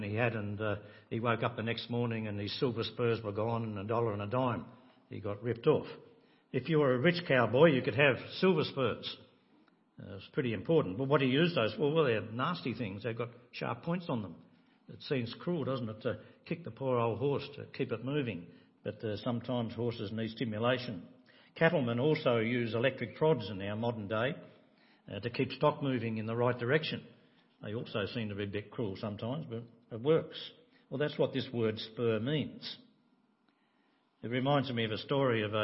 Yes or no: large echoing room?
yes